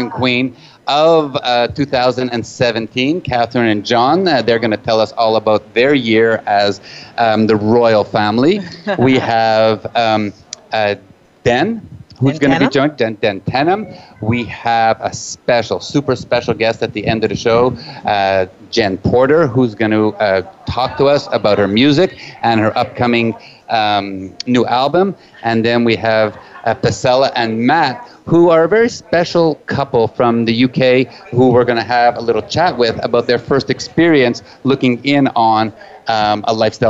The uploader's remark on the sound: Live from Naughty in N'Awlins, the largest lifestyle convention for couples, in the world. With over 2,000 guests this event is not only a full takeover of one of the French Quarter's biggest hotels, it takes over Bourbon Street too.